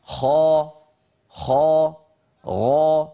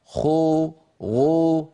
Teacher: يا أخي أنت بهذا العمل تخلط صوت الفتحة أو صوت الألف التي بعد حرف الاستعلاء بالواو، تخلط صوت الفتحة بالضمة أو صوت الألف بالواو · Shown in: second take · وهذا إشمام، هذا إشمام غير وارد.